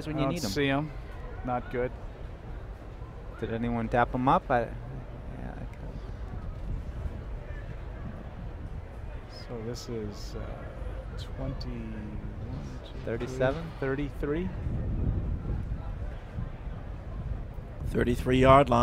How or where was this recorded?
busy venue